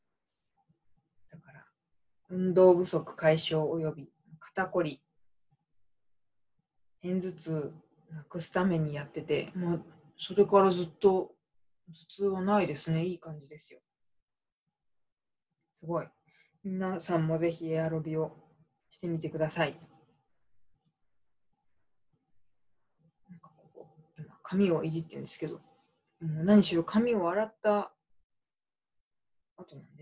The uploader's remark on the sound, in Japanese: 愛用マイク「iRig Mic Cast HD」をPCにつなげると声が低くなってしまう問題が発生していたのですが。PCにつなげるようになったので、YouTubeライブにチャレンジしました。今回は会議サービス「ZOOM」と連携する実験です。